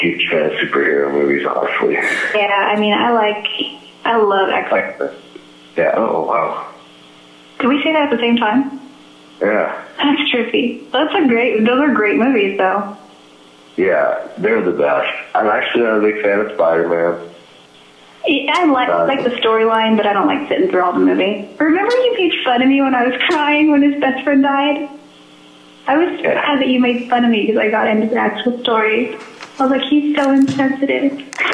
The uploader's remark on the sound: This episode features a phone call